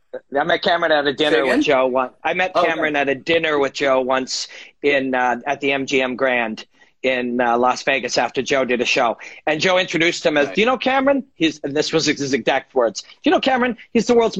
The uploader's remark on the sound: on an Instagram Live session